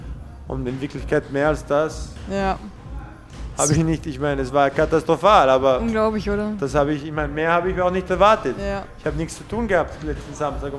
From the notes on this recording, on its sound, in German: Das Interview wurde im Gotham Gym in New York City aufgenommen.